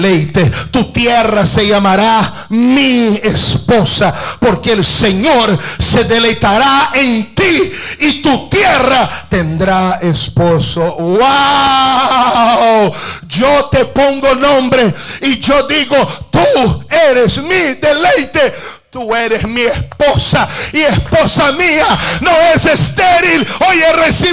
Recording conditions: large echoing room